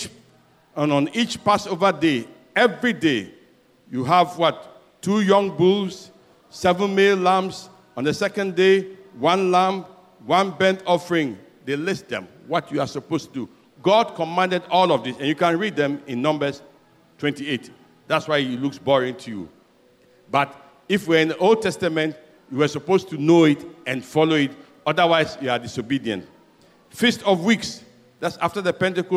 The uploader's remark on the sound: Sermon preached at CBC Adabraka Campus